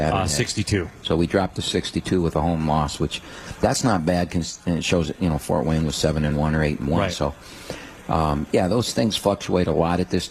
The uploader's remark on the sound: live from RJs Pub in Rochester Hills